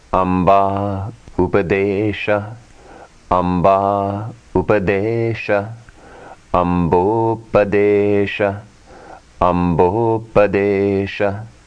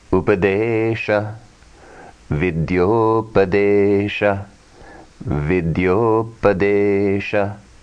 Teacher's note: A plus U equals O.